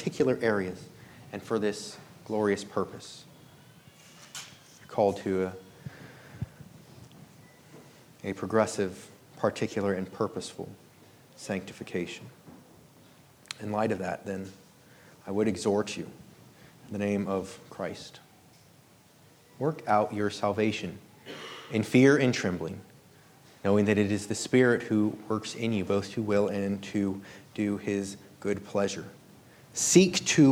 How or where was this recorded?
large echoing room